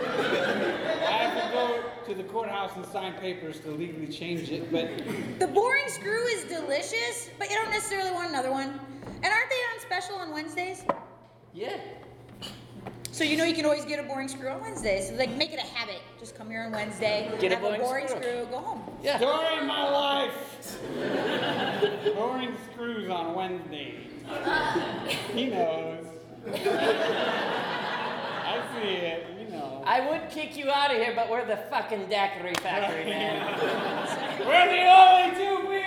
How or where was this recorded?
live audience